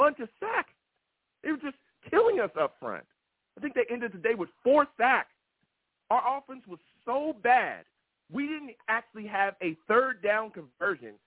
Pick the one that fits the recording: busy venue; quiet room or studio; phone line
phone line